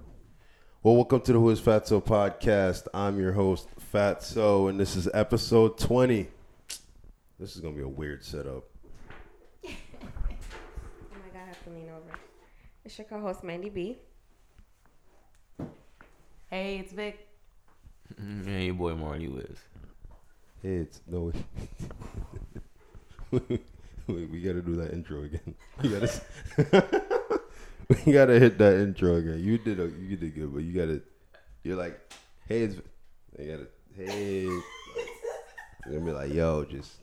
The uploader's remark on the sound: WERE SHARING A MIC ON TODAY'S EPISODE SO BARE WITH US